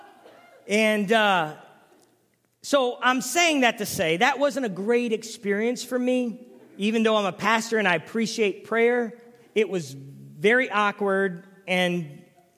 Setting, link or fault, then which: setting, large echoing room